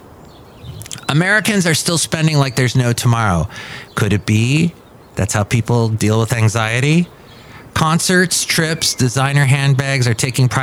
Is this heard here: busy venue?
yes